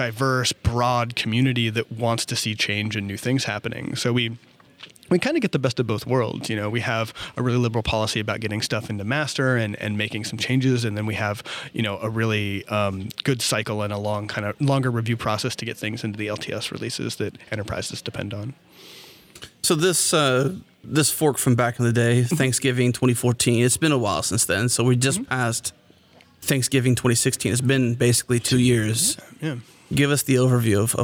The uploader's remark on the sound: Recorded at Node Interactive 2016.